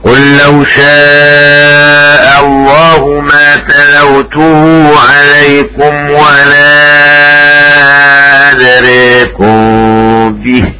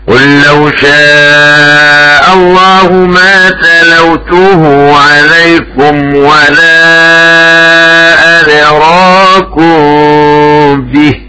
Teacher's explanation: قرأ بالإمالة أدريكم شعبة، وقرأ حفص بالفتح أدراكم هكذا. قل لو شاء الله ما تلوته عليكم ولا أدريكم به، وقرأ حفص قل لو شاء الله ما تلوته عليكم ولا أدراكم به، فقد لبثت فيكم عمرا من قبله أفلا تعقلون.